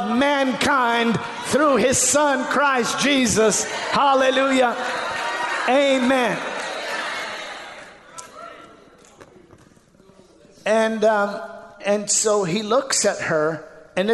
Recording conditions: large echoing room